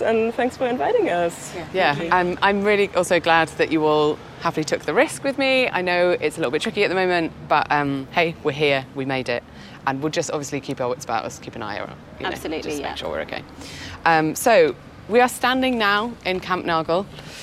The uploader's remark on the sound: This episode is about the show F, an interactive audio-walk/scavanger hunt, and it was recorded on site at Kampnagel in Hamburg.